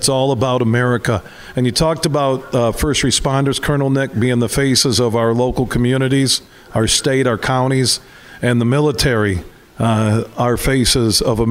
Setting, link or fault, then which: setting, busy venue